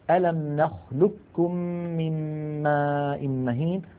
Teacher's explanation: إدغام القاف الساكنة في الكاف، وقلنا ليس لها إلا مثال واحد في القرآن الكريم وهو قوله تعالى في سورة المرسلات ألم نخلقكم من ماء مهين، ننطقه بكاف مشددة.